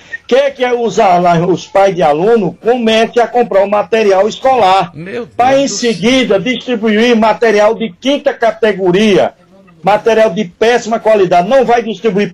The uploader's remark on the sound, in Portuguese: Em participação por telefone. No programa Passando a Limpo pela rádio Mais FM 100.1.